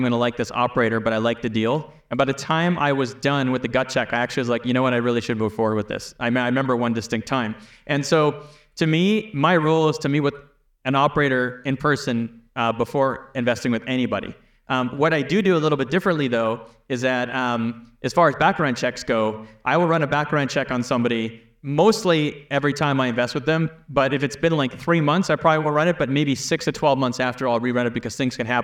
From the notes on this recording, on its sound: Keynote Address from the Left Field 2023 Meetup. The audience comes in hot with burning questions.